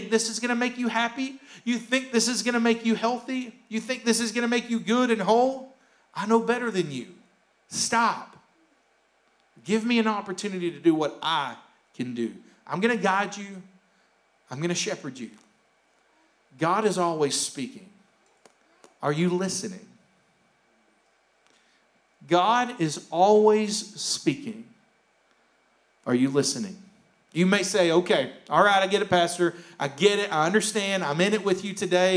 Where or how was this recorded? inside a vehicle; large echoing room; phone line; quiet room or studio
large echoing room